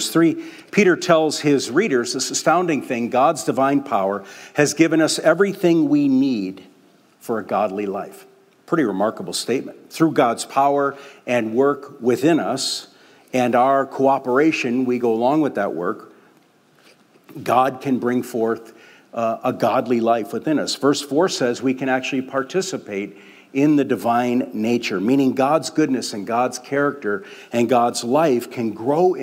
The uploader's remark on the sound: We invited the Oak Hills Community to share — open mic style. This podcast only includes the opening remarks.